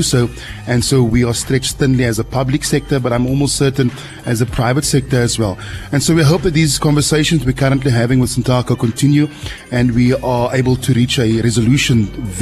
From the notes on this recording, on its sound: Live from Table Mountain Aerial Cableway.